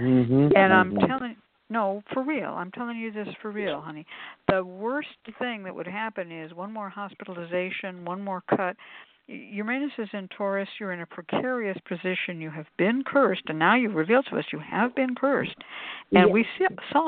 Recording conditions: phone line